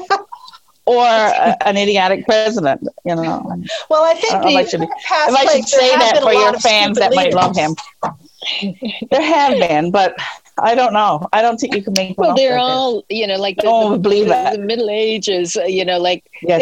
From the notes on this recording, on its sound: I got three good friends together via Zoom